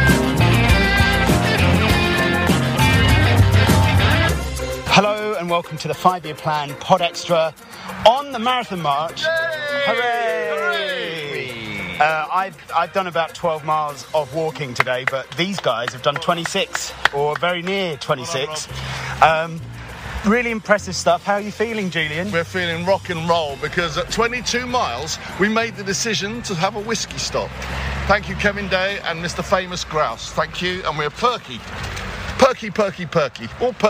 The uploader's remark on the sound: Live action from the Palace For Life Foundation Marathon March 2023